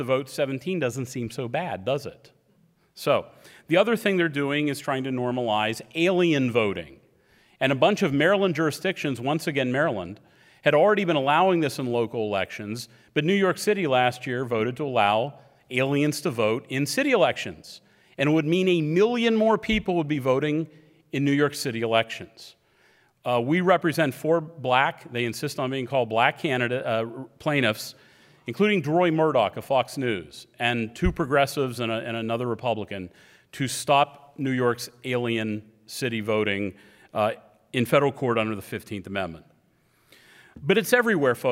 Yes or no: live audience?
yes